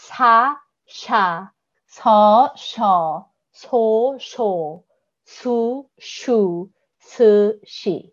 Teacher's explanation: that y sound makes it sound like a sh instead of like a s